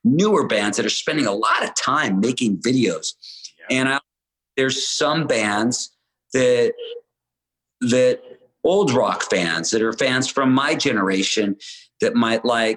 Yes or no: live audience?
no